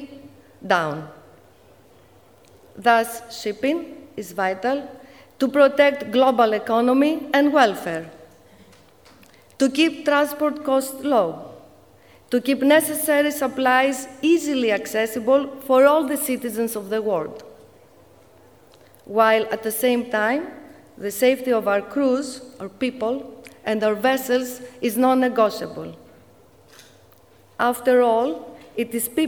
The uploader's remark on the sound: 2024 14th Annual Capital Link Greek Shipping Forum KEYNOTE SPEECH